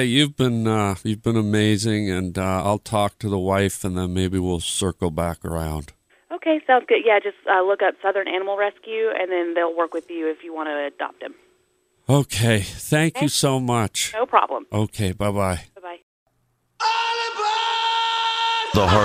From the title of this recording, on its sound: PRANK CALL CAT SHOP